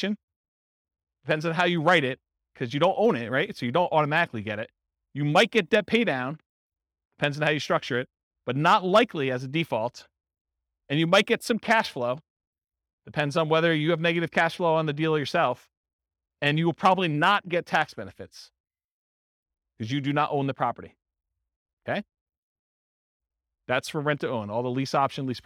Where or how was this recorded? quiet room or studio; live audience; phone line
live audience